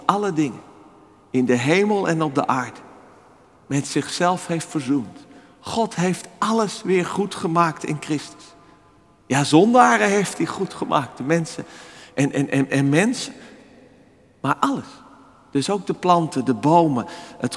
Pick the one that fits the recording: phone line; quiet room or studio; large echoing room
large echoing room